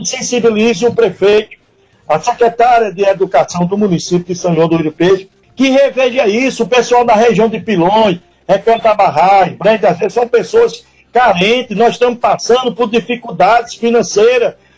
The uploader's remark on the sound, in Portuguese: Em participação por telefone. No programa Passando a Limpo pela rádio Mais FM 100.1.